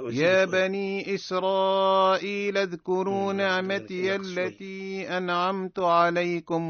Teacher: زيدها شوية الغالي لأنه مد متصل، هذه واجب مقداره ألفان